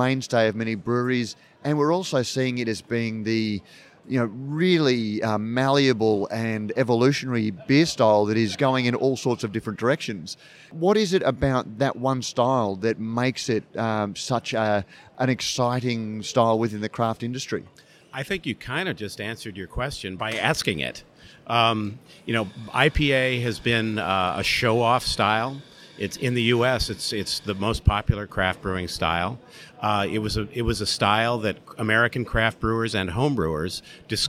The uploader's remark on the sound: In the second episode of Brews News Live, from BrewCon 2018